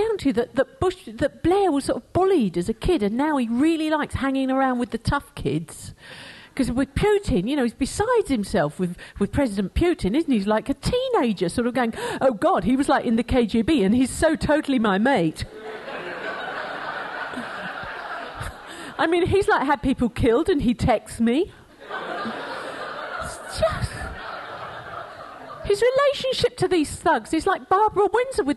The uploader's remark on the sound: Format: Original Recording. Her one-woman show recorded live.